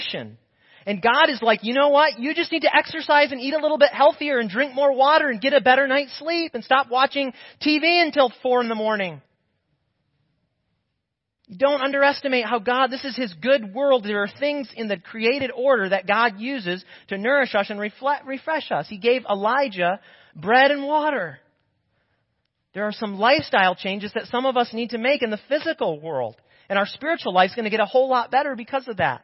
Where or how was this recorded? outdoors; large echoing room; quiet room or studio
large echoing room